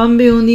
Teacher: تو ام بے اونی میں خبر دو مجھ کو، اصل میں آپ دیکھ رہے ہوں گے نون کے اوپر ایک چھوٹی سی جو میم پڑی ہوئی ہے نا، تو یہ تجوید کا ایک رول ہوتا ہے کہ نون اور با جب اکٹھے آتے ہیں تو اکثر میم کی آواز آتی ہے